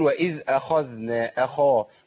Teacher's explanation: الخاء عندي محركة بفتح فمفخمة تفخيم عالي. أقول وإذ أخذنا أخا ما قلتش أخا.